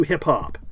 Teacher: The I in hip is a slightly higher tone than hop. So we kind of go up with our tongue hip and then there's a slight down with hop.